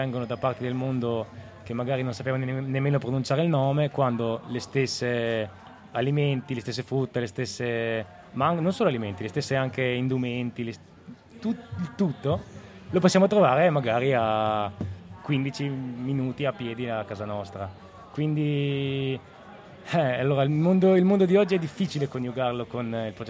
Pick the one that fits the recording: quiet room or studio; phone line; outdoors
outdoors